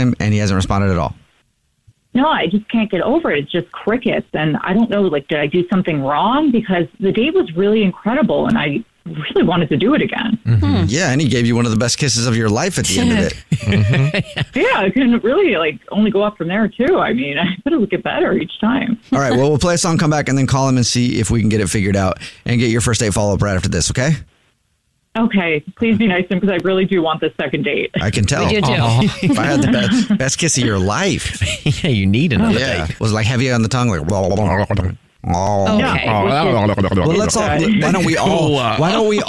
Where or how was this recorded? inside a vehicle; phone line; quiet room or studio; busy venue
phone line